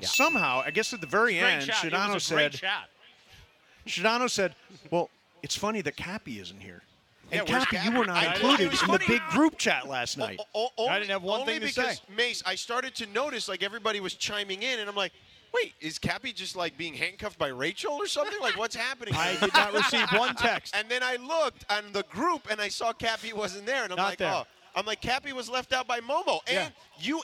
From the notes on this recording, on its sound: LIVE From Ralphs in Redondo Beach!